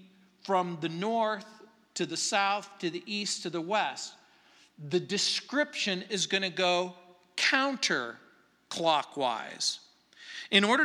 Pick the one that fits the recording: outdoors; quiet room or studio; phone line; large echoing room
large echoing room